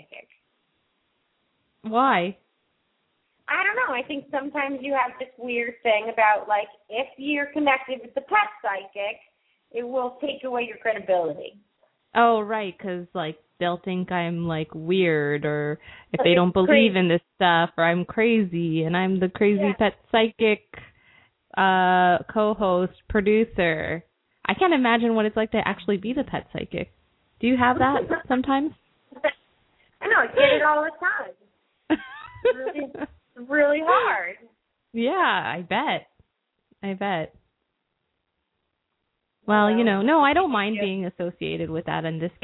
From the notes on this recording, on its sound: open up the lines for listeners to call